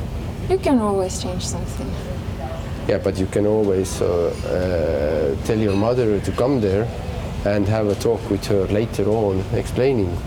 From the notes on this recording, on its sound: On their way to the Biennial of audiovisual arts Aavistus talk about care while walking around the ferry Tallinn-Helsinki.